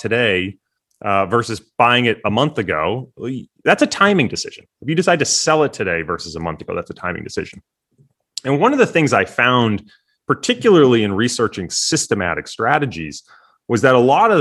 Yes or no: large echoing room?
no